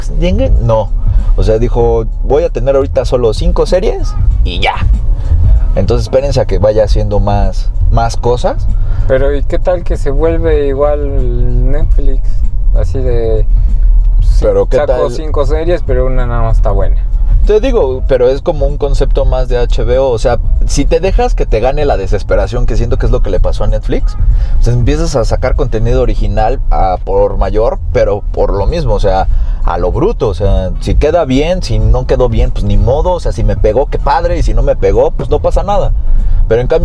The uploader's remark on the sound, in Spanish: Este es el capítulo piloto de una serie de podcasts grabados en un auto en medio del tráfico de la CDMX.